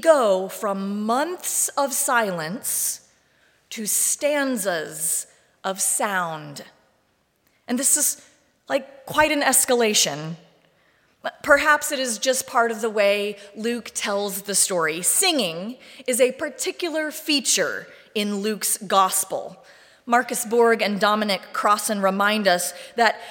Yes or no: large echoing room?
yes